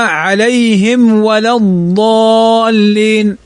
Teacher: في الفاء والاتحادها، وللاتحاد مع الواو، مخرج الفاء قريب من مخرج الميم، ومخرج الواو الشفتان فهو متحد مع مخرج الميم · Term: تظهرها